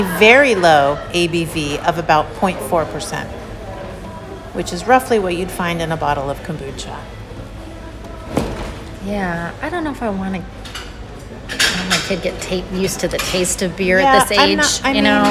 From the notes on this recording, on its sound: We’re back and broadcasting live from the Lodge at Pebble Beach celebrating our birthday boo and dishing on the latest celeb gossip!